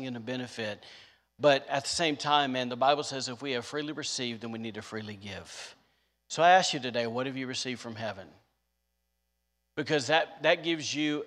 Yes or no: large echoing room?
yes